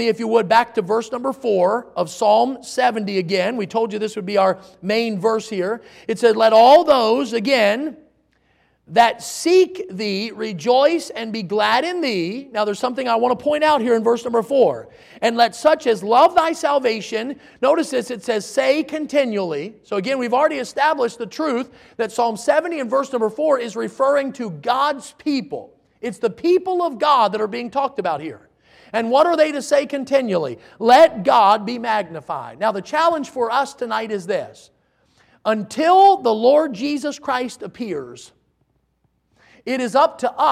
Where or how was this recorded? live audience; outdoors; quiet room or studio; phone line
live audience